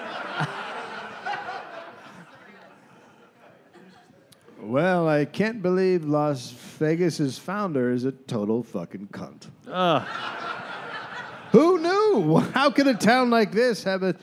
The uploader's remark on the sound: Recorded live in Las Vegas